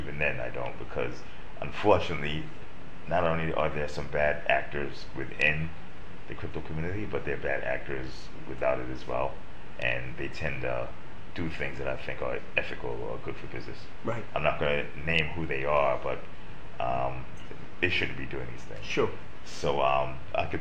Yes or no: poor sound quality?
yes